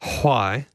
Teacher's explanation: Some people do push the H out in that, don't they?